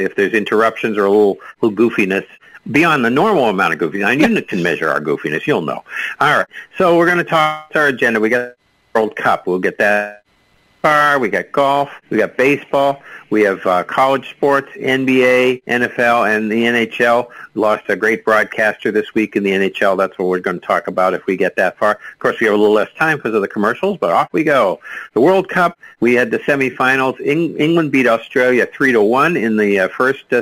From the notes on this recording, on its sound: take your live calls